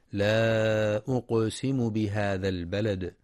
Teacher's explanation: ينتبه القارئ للمد المنفصل في لا أقسم، حيث يمد 4 أو 5 حركات لحفص من طريق الشاطبية، وينتبه لقلقلة القاف الساكنة في أقسم وقلقلة الدال الساكنة في البلد عند الوقف عليها